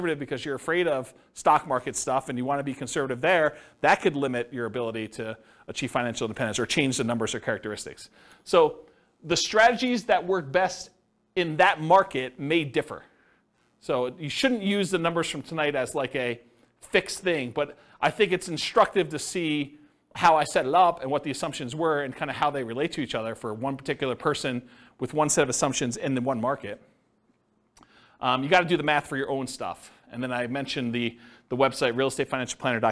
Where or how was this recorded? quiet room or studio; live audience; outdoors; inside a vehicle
live audience